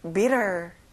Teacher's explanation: T가 있어도 T 발음은 안 나요